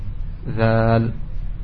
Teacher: kalau zal ngintip sedikit. Zal, ya, keluar sedikit. Ditempelkan ujung dengan ujung, ujung lidah dengan ujung gigi.